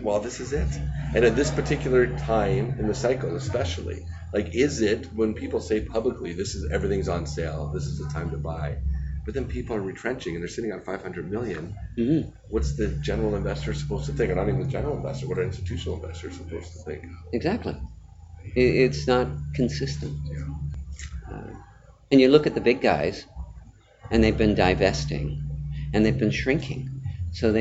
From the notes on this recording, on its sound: recorded live on the sidelines of Cambridge House's Silver & Gold Summit in San Francisco in late October 2018